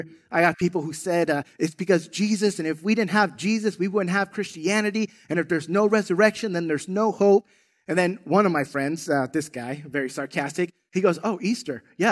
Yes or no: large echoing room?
yes